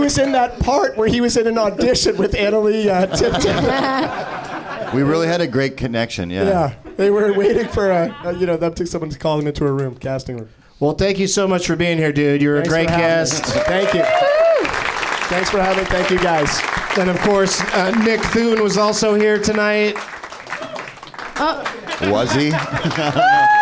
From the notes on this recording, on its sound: Live from the NerdMelt Showroom in LA